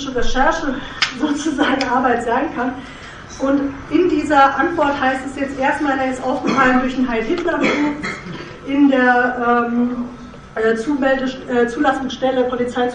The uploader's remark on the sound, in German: Mitschnitt der Veranstaltung vom 21.11.2014 im frei*raum in Passau